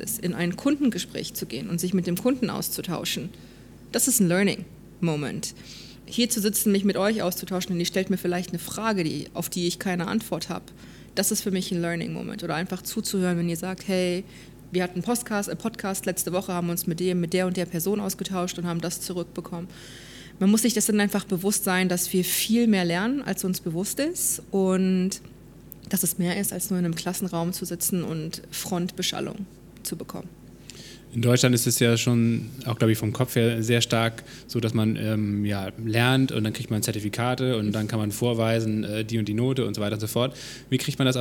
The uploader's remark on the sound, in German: Dies ist eine Zusatzfolge, die wir auf der Future Work Konferenz in Berlin aufgenommen haben.